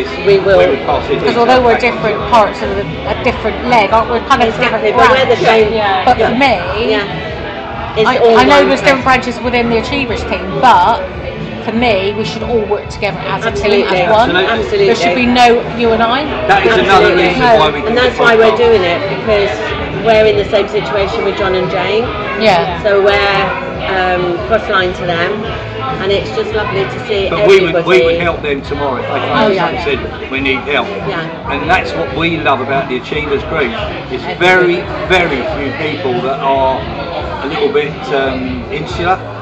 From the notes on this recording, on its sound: We make no apology for the background noise because we spoke to these ladies at the Achievers New Year Gala Dinner, we hope you can hear the enjoyment of the whole team enjoying themselves.